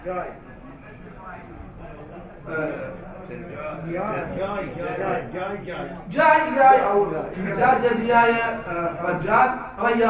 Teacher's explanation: وعندنا لهجات محليه نستبدل الجيم بالياء